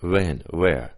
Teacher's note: Regular W, we might have a little bit less lip rounding on the W.